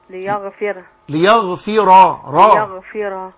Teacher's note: الراء بتاعت يغفر مفخمة